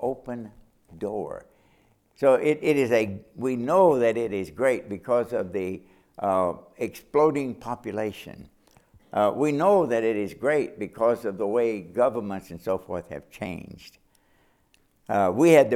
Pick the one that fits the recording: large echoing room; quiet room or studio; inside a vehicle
large echoing room